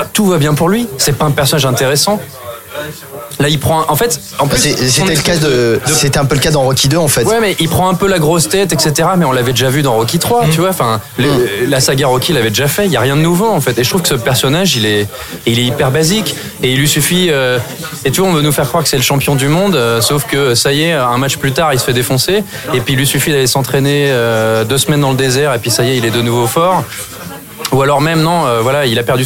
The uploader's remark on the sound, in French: Enregistré au Hurling pub (8 Rue Descartes, 75005 Paris), le samedi 12 janvier 2019.